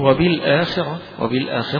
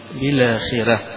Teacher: والراء مفخمة عند الجمهور، لكن عند الأزرق عن ورش حيقرأها مرققة بالآخرة